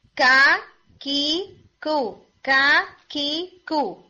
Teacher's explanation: ایک اچھے ہٹ کے ساتھ آپ نے ایئر بلو کرنی ہے. آپ کا ہٹ ویک ہے تو ساؤنڈ آئے گی کھا کھی کھو. · Term: کاف